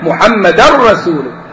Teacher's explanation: فالتنوين بعده الراء إدغام بغير غنة، إدغام كامل